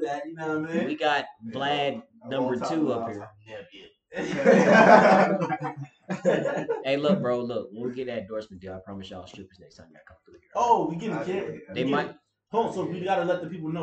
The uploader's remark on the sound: When life gives you Mary Jane, you forget to turn the mics on.